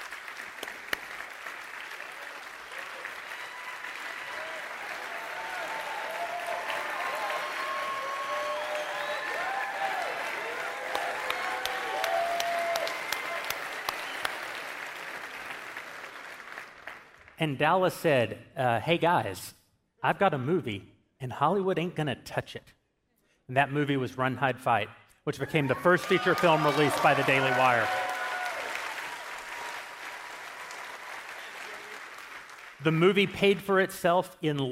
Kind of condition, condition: setting, live audience